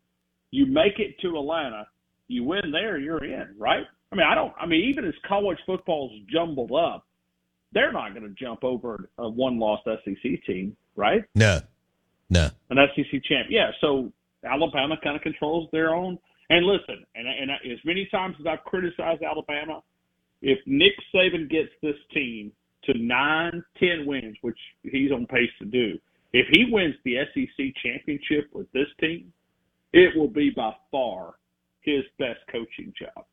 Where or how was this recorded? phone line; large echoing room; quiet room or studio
phone line